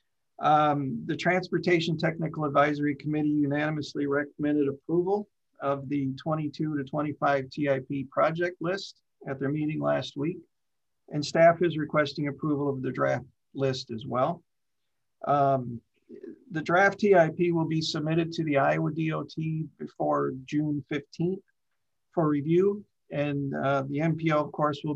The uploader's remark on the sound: Zoom meeting.